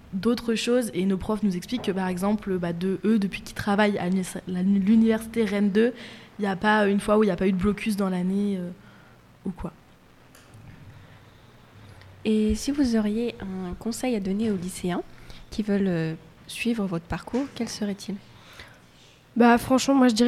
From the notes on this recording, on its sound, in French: En direct du forum 2024 de l'orientation.